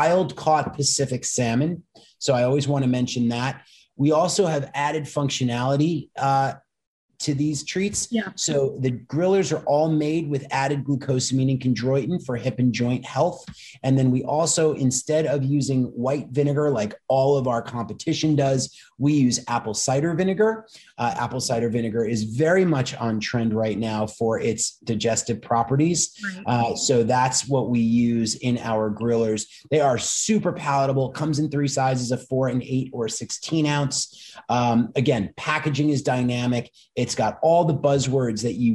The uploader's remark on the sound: Listen in on a very tradeshow like conversation.